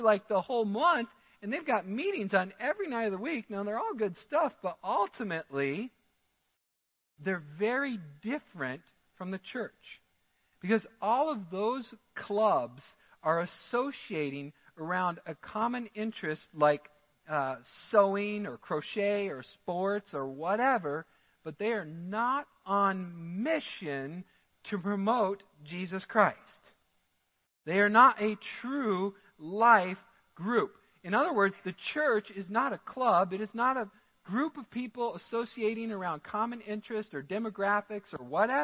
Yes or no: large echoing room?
yes